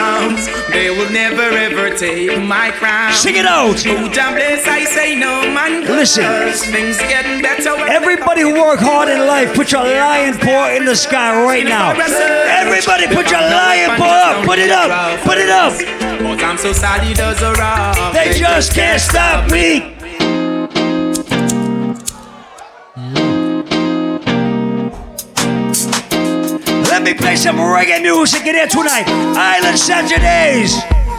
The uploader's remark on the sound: Live audio recording of my set at Island Saturdays on April 29th.